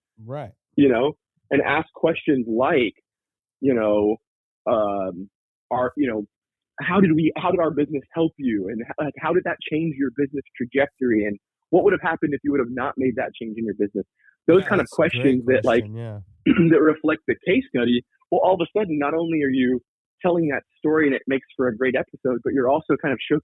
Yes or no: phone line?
yes